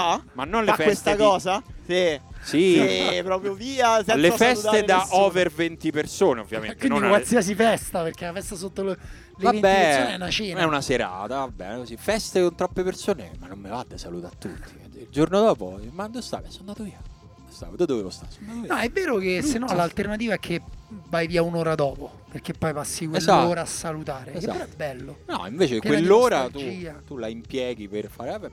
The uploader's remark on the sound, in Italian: Live dal campo di Hic Sunt Leones per la No Border Cup